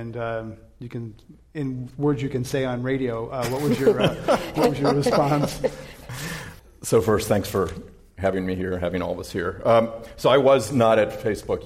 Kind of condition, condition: setting, live audience